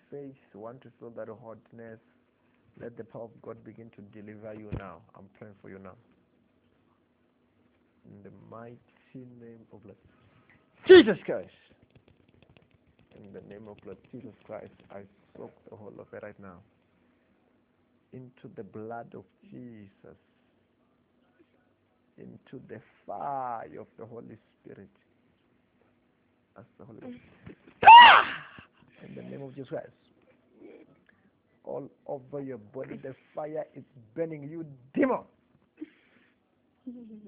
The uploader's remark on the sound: Deliverance over the phone in JESUS NAME.